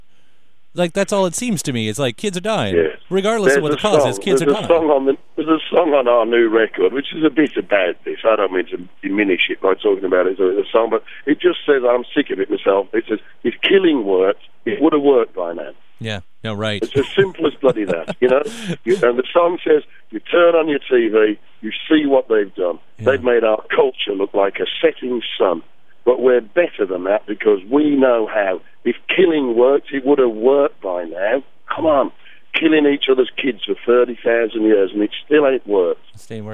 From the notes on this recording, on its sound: took some time on the phone